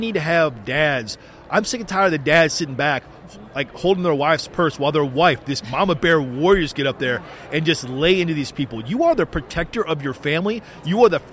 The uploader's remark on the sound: The Unity Project What’s UP? Podcast at AmFest.